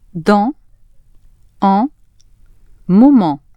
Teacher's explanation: they're said as if you have a cold and your nose is blocked